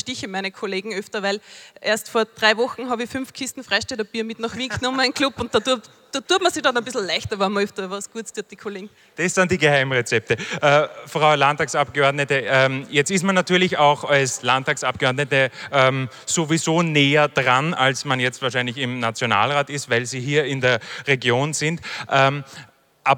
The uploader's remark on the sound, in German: Hören Sie nun die Aufzeichnung der Festivalgala